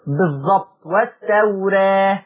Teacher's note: كلمة التوراة دايما ورش يميل بالراء والالف شويه